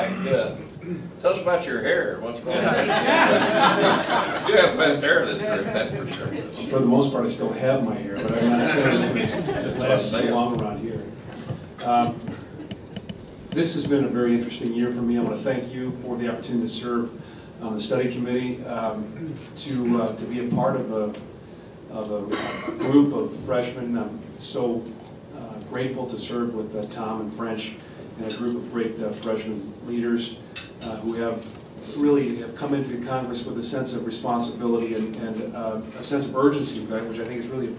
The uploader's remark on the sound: WASHINGTON, DC. In an appearance before a breakfast meeting of The Ripon Society.